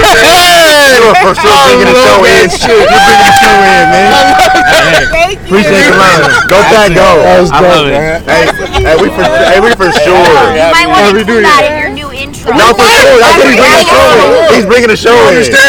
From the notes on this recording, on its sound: We're live from the Rose Bowl.